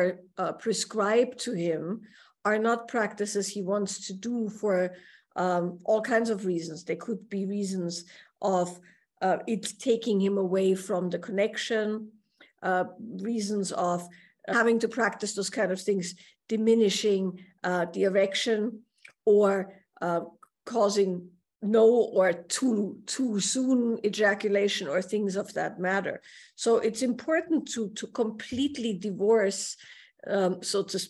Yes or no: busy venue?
no